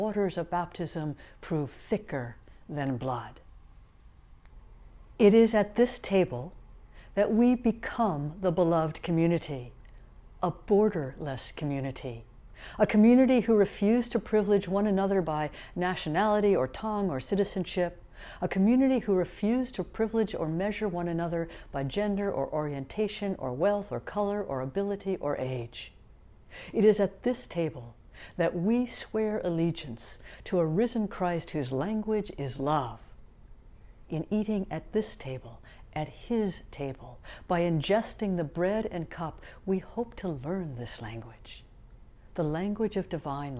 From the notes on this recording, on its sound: Sermons from Old South Church in Boston